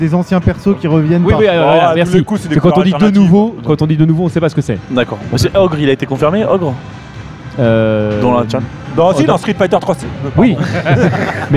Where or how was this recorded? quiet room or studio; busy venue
busy venue